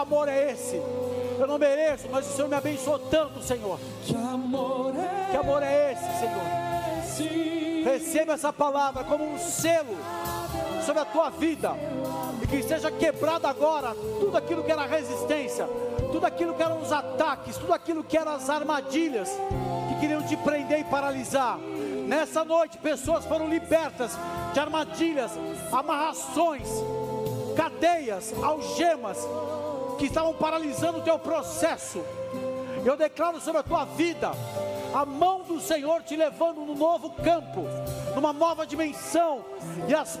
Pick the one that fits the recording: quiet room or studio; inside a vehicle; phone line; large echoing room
large echoing room